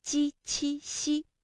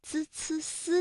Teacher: 我们在读鸡栖西的时候呢，感觉到是舌的中间在使劲，也就是我们通常所说的舌面，而滋呲丝呢会感觉到是舌尖在用劲